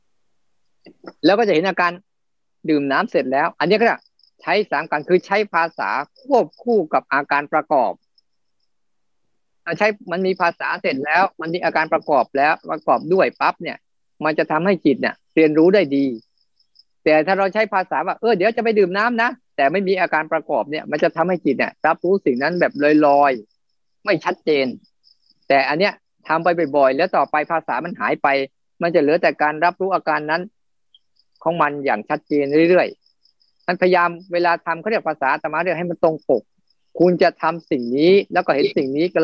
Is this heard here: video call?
yes